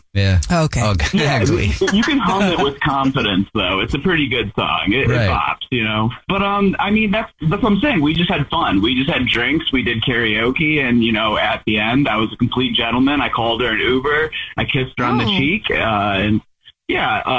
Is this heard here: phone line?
yes